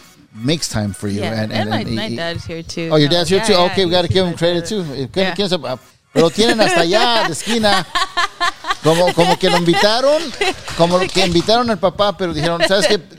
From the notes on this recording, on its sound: This is from a Live Broadcast from Horchateria Rio Luna located in Paramount, Ca